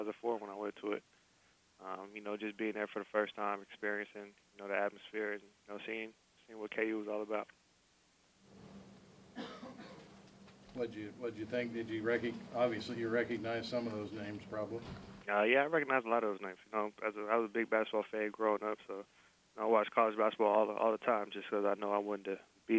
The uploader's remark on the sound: talked to reporters via a conference call